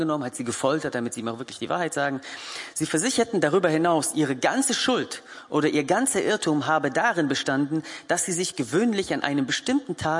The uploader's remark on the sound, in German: Gottesdienst der Kirche für Bonn